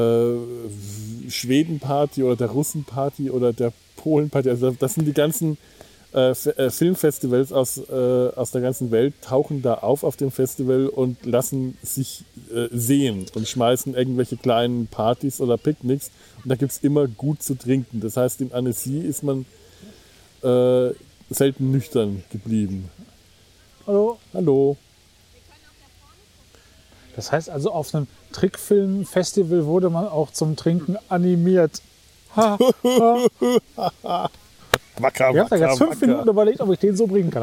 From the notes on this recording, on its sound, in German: Ihr Lager (das heisst: die Sumpf-Außen-Aufnahme-Station) am Kölner Rheinufer in der Nachbarschaft einiger freundlicher Schafe.